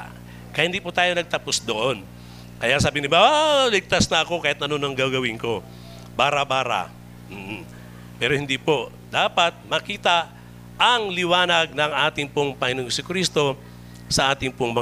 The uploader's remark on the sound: Recorded live at The Shepherd Of Faith Family Church on August 14, 2022.